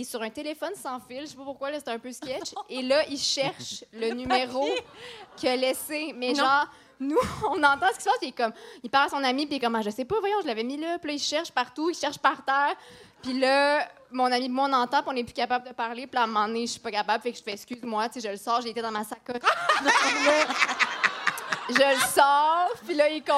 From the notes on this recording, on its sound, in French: enregistrement LIVE devant public au Cabaret Lion d'Or de Montréal